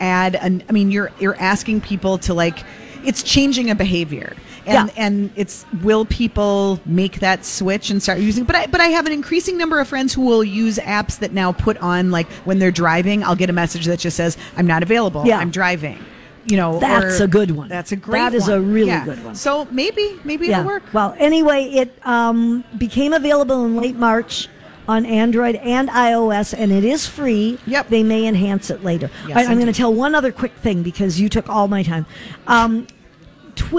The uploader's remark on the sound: Live at General Store of Minnetonka